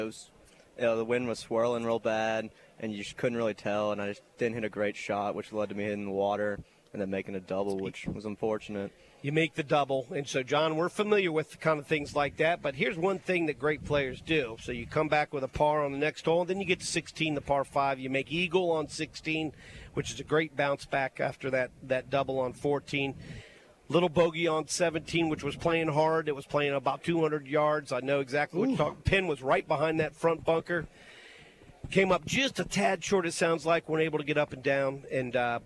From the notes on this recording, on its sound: David Miller Memorial Golf Tournament LIVE From UMS Wright.